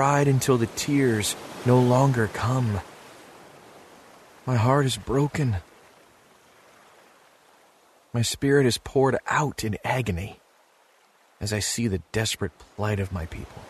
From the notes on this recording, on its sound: Relax to the sounds of ocean waves.